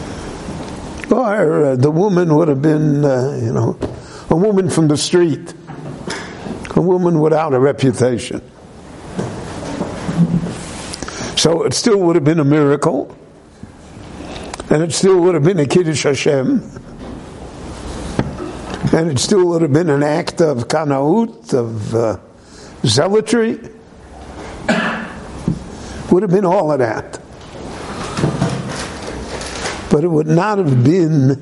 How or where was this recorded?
live audience